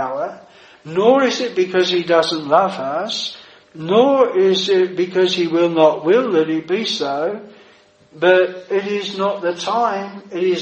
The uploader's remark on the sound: This sermon was preached at Providence Chapel, Birkenhead